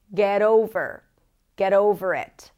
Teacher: The T of get becomes a flap T and we connect it to the particle.